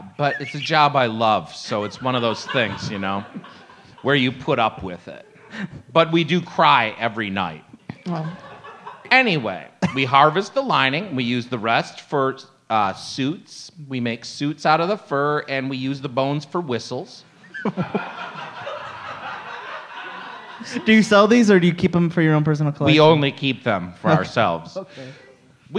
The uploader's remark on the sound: LIVE at The Planet Ant Podcasts Launch Party. To celebrate, we went live at Ant Hall!